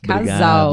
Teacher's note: casal, que também é com S, mas com som de Z